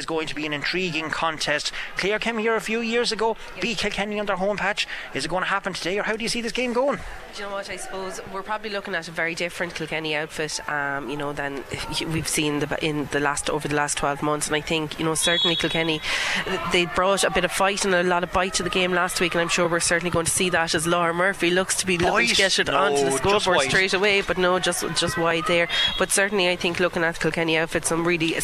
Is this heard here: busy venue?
yes